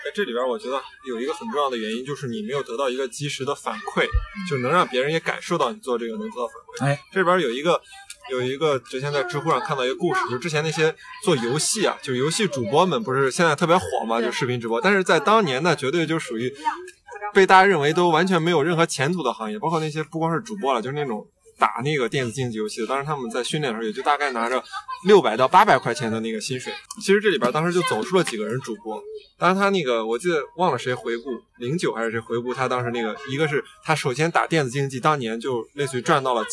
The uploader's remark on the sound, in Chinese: 首次室外录制节目，背景略有嘈杂，还请大家包含